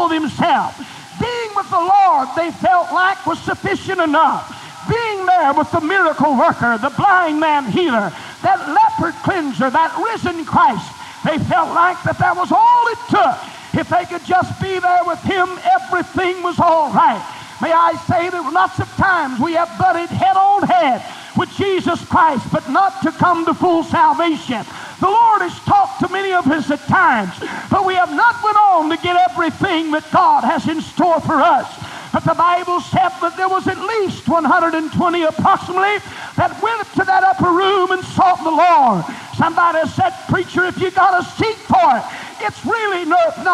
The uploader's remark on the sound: was delivered on September 27, 1987 at First Apostolic Church, North Vernon, Indiana